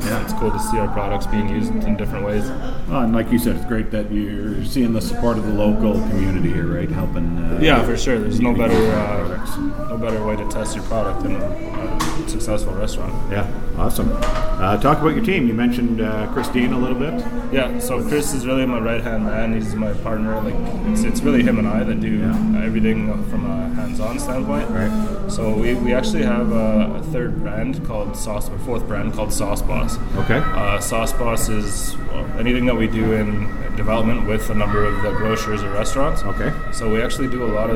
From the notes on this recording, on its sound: We recorded this episode in Canmore, AB at Where The Buffalo Roam Saloon at 626 8th St.